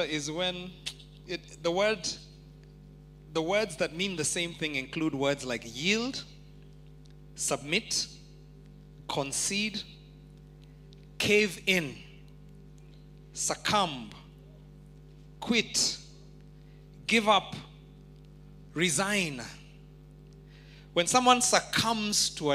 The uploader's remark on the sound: Preached At Worship Harvest Church, Nairobi Camp